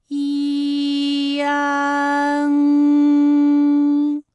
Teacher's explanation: 发音的时候呢，从前高不圆唇元音一开始，舌位向前低元音啊的方向滑降